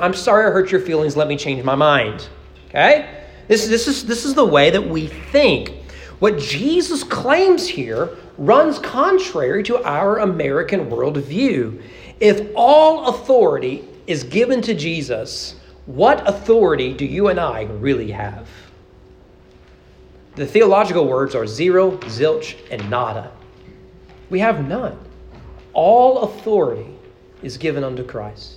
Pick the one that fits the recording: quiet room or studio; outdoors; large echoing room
large echoing room